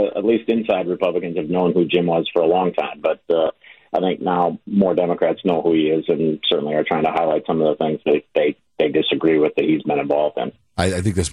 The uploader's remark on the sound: In studio. Over the phone.